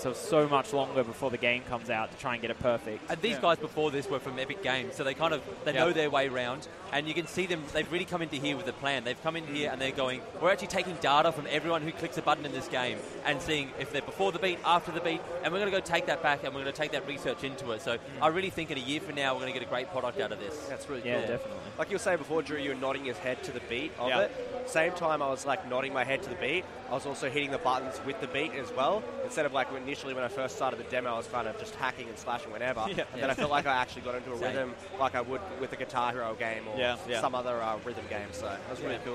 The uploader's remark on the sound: coming to you live from the Audio Technica booth at PAX Australia 2018!